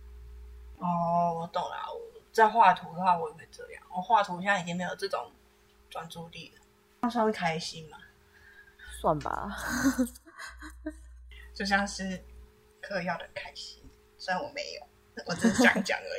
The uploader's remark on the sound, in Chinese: 收音、剪輯狀況不大好還請大家多多包涵